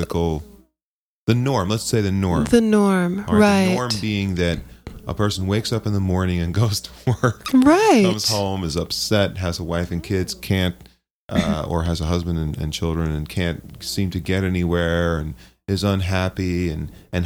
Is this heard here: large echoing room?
no